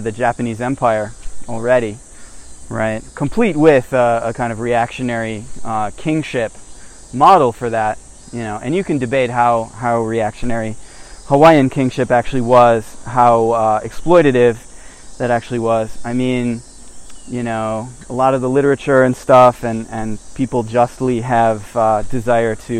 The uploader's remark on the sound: I record while walking through a midsummer Japanese mountain forest